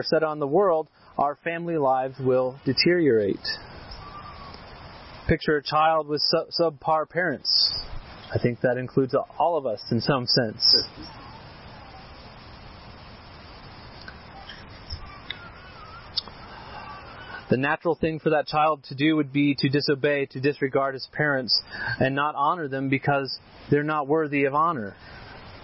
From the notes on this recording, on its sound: This sermon was preached at our annual outdoor worship service and picnic on the Chrystal River.